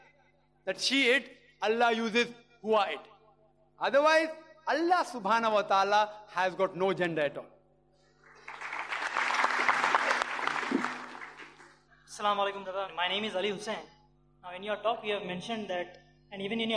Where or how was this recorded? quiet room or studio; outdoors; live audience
live audience